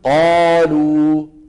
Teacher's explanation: المفتوح يلي بعده ألف، الألف تترك مجالا أكثر للحرف حتى يتفخم · Term: التفخيم